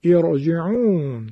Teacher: پنجم، اینو دقت کنید، راء ساکنه ای که ما قبلش همزه وصل باشد، اگرچه حرکت ما قبل راء در یک همچین شرایطی کسره هم حتی باشد، اما همینقدر که همزه وصل ما قبل راء هست، این راء ما تفخیم میشه